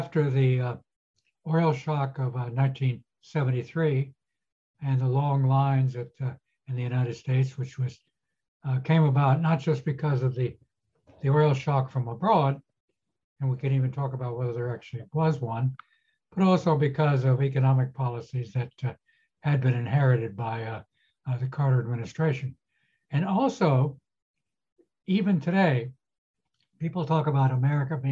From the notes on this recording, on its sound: This public talk was conducted online via Zoom.